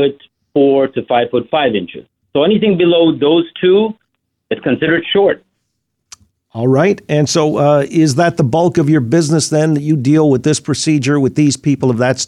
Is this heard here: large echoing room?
no